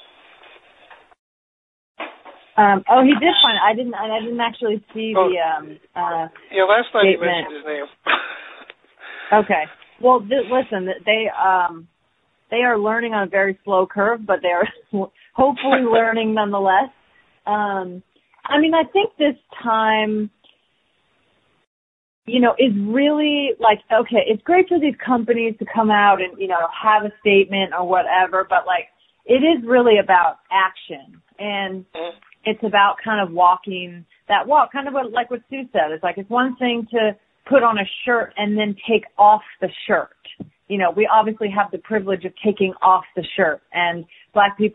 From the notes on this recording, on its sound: ESPY Media Conference Call